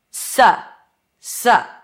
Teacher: Instead of ow, as in south, we have a, as in cup, as in sun.